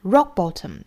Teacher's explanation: 不把这个磕的音发出来啊，也就是把这个爆破失掉 · Term: 失去爆破